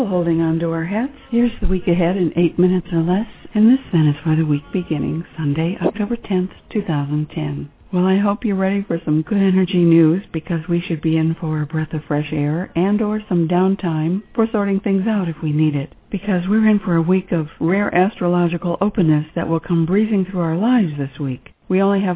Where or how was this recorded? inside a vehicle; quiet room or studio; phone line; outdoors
phone line